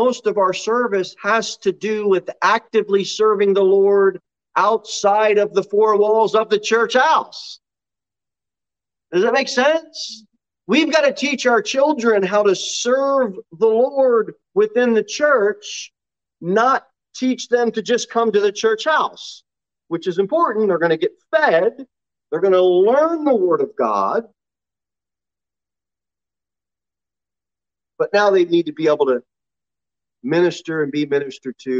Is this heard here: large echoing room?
yes